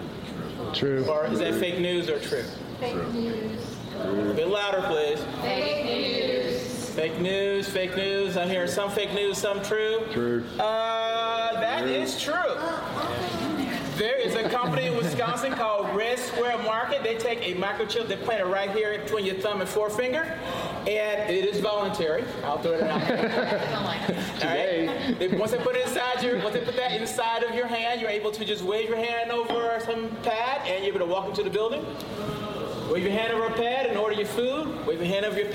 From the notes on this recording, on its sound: This podcast, for the most part, was recorded live at the Hacking HR forum in Atlanta.